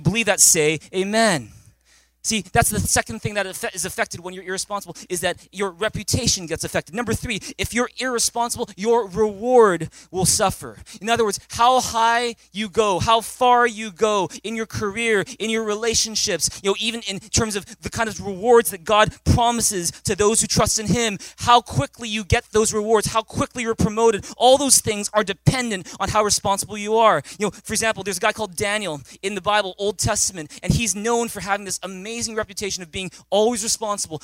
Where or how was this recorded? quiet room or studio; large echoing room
large echoing room